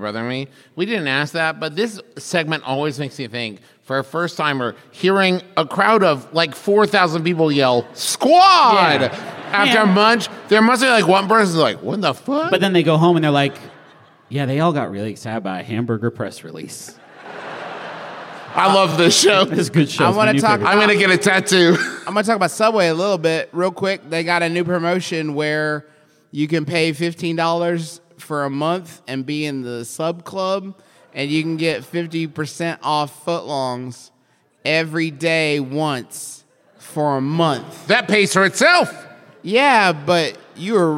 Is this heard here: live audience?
yes